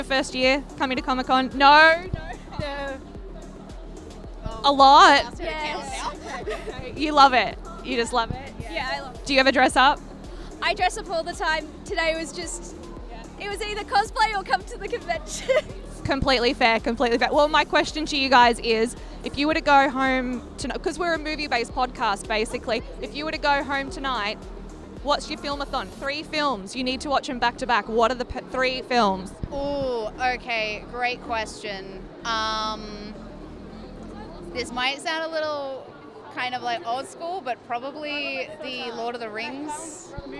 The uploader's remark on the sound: Live from Oz Comic Con - Melbourne